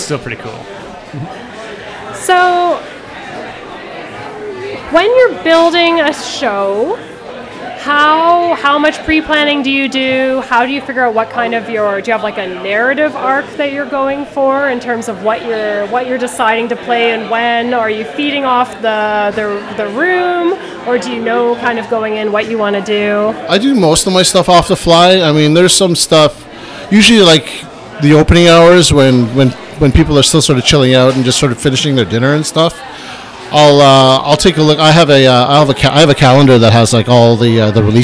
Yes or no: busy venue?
yes